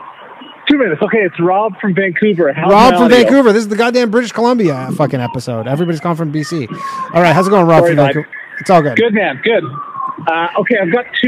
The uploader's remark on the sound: The bad advice question/call in show.